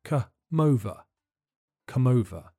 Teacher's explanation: The M sound at the end of come links to the beginning of over, so it sounds more like come over.